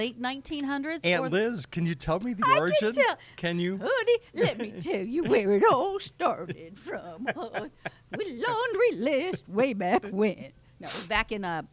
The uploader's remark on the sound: Recorded at Rocford Washer Laundromat on North Main Street in Rockford, Illinois